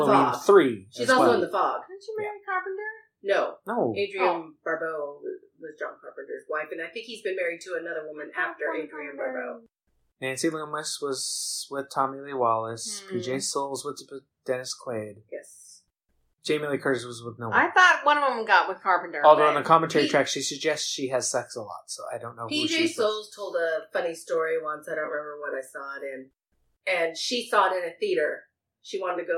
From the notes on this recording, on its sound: So, here is the first of several remixes of the early episodes that didn't have great sound quality. My eagerness to jump in outweighed my patience for figuring out a good mixing program.